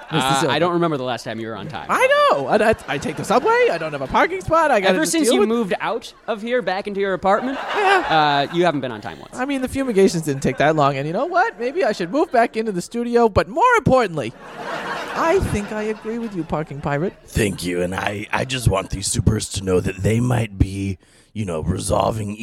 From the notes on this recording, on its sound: Recorded at Improv Asylum in Boston Massachusetts.